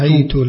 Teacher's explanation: ثم ابن كثير قرأ بإيش؟ ابن كثير قرأ بفتح الهاء وضم التاء